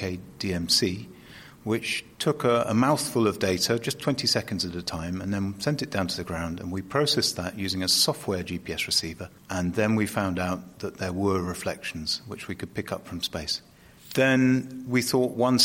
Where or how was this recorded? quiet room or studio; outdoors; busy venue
busy venue